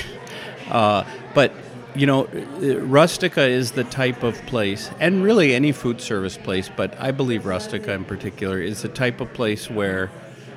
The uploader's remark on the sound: This special episode was recorded, live, in house at Rustica Bakery Edina.